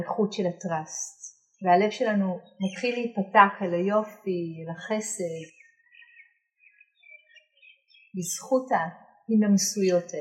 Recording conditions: poor sound quality